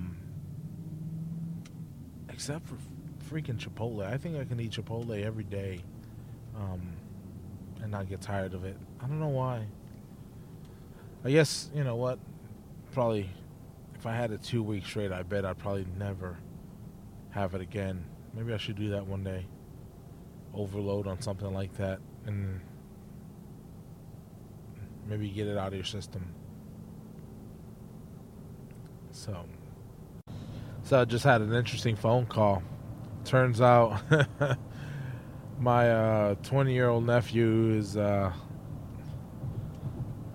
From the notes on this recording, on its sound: podcasting while driving